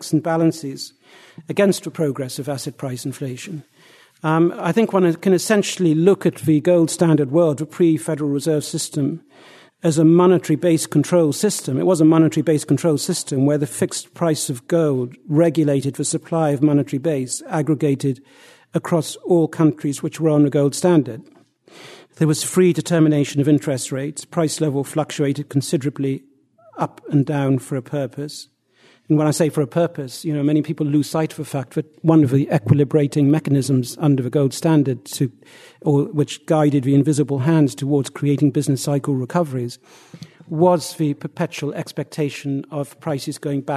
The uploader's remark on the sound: Presented at the Austrian Economics Research Conference. At the Ludwig von Mises Institute.